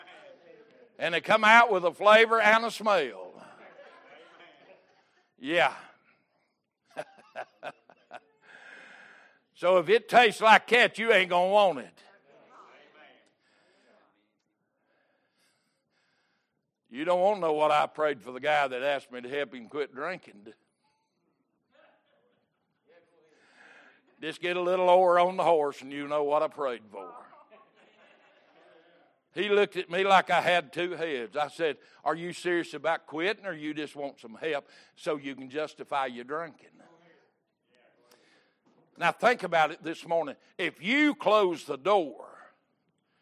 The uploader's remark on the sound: Recorded August 7, 2022 - Sunday Morning Service